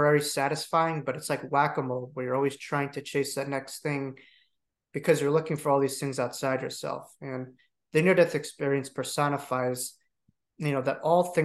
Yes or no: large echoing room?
no